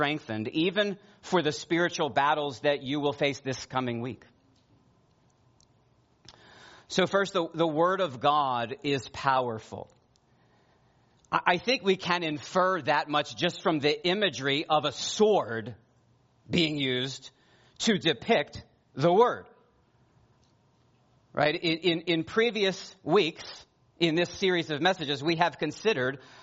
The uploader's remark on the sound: preached this sermon at Joy Community Fellowship in Pitman, NJ